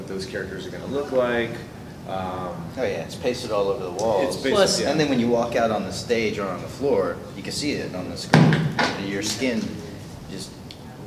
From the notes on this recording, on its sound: Devil May Cry 5 Press Conference | ConnectiCon 2019.